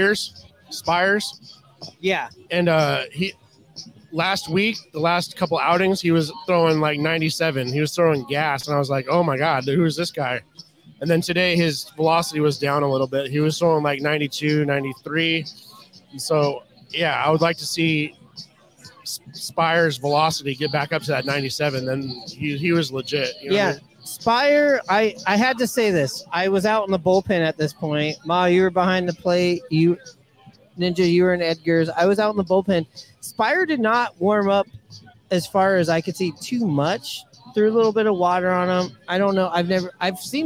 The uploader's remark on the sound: Live from Pioneer Tacos & Tequila!